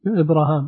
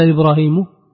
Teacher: بفتح الهاء والألف. أما الباقون فقرأوها بكسر الهاء